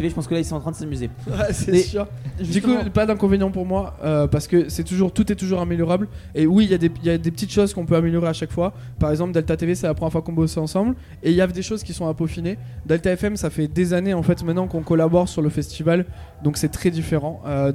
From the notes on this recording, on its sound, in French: Delta Fm est allée au Nouveau Festival à Cenon (33) pour donner la parole aux lycéens porteurs de projets, venus présenter leur travail.